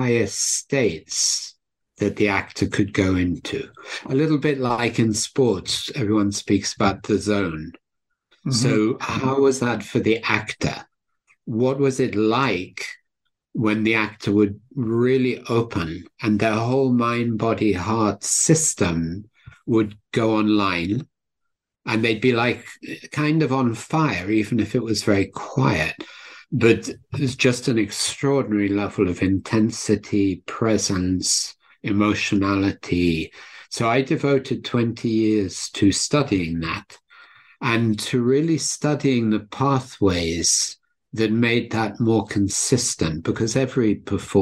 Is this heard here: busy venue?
no